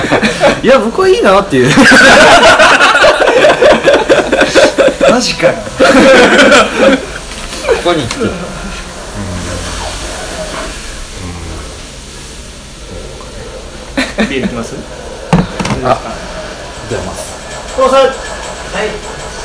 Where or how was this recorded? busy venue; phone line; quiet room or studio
busy venue